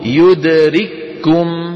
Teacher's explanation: لاحظتم كيف الكاف مشددة، كاف واحدة